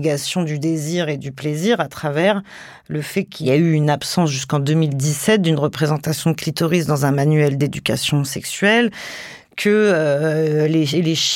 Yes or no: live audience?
no